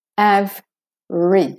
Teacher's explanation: In average, we don't say, if we're saying the word rage, then we say the A, but in average, the A becomes the schwa, de-stress. So the av is the clear vowel, that is your stressed vowel. Average. So you go from a V to an R.